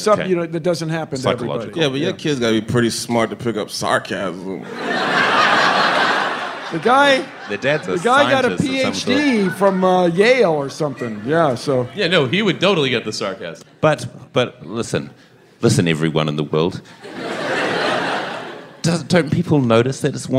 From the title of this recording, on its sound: StarTalk Live!